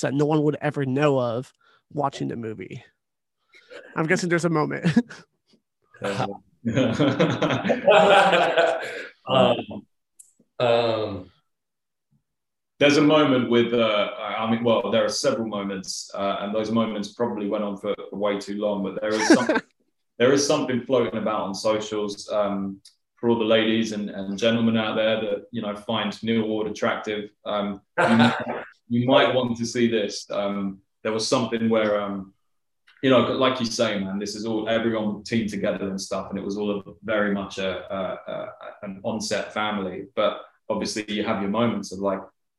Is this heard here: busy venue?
no